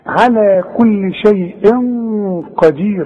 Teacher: والغنة بتخرج منين؟ من الخيشوم ومفخمة. قدير الراء عليها ضمتين.